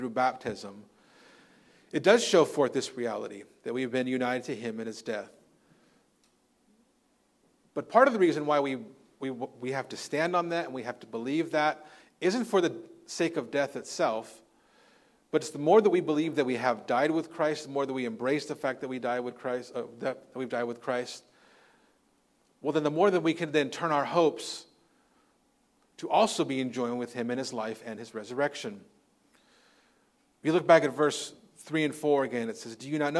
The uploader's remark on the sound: Recorded on Sunday, January 7th, 2024 at Living Hope Orthodox Presbyterian Church (OPC) in Cerritos, CA.